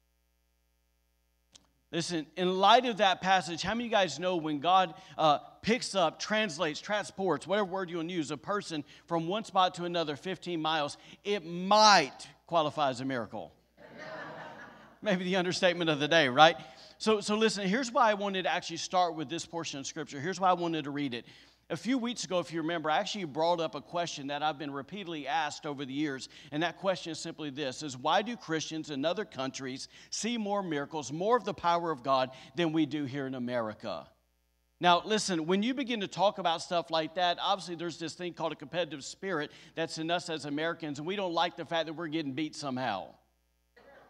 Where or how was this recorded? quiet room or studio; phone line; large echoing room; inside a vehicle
large echoing room